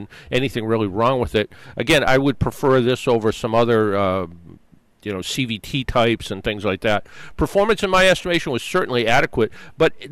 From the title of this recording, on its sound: Broadcasting live from the AAA Travel Marketplace at Gillette Stadium 2017